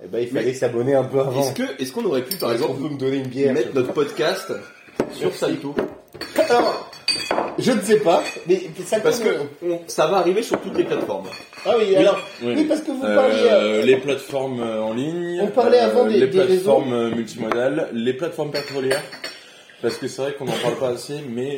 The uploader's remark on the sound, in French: Des bruits de fonds désagréables